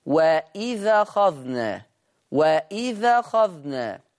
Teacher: هينقل حركة الهمز للذال فتصير وإذا أخذنا وإذا أخذنا. · Term: النقل